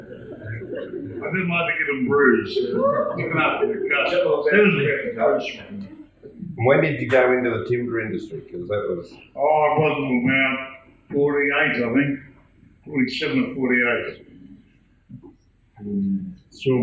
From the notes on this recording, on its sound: An original tape cassette recording from Healesville’s first Tall Tales in 1993. Interviewed six long time locals at the old Anglers Hall in Lalors Road. The old tape recordings were not the best quality.